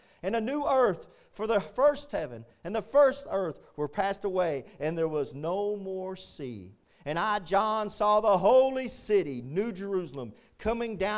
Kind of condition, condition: setting, large echoing room